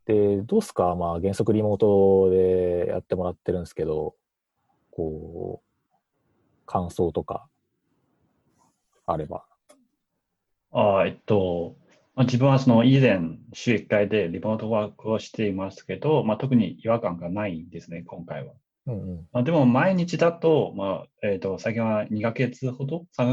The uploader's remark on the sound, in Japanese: 久々収録で初リモート収録